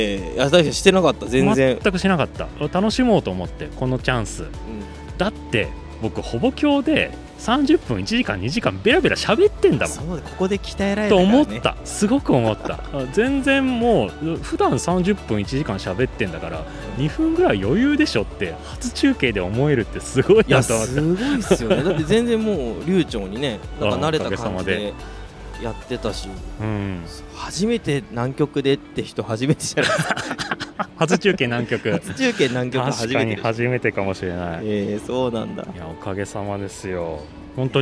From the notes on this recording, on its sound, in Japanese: 半年ぶりに収録した場所はまさかの公園。少年たちがキャッチボールする姿を眺めながらの収録で。